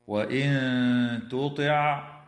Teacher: تخفى النون الساكنة عند التاء مع الغنة مرققة في قوله تعالى: وإن تطع